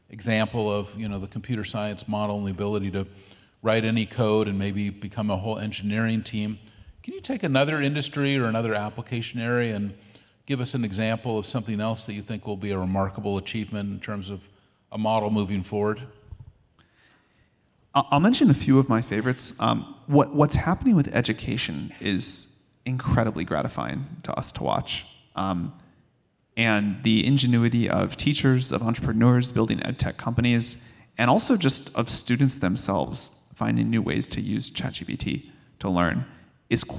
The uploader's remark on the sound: Straight from Dreamforce, the world’s largest AI & CRM conference